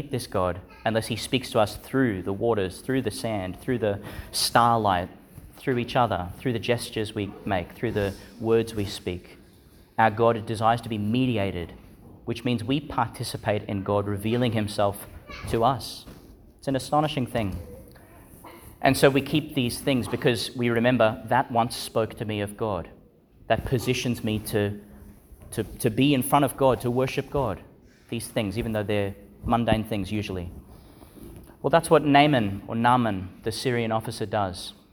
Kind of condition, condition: setting, large echoing room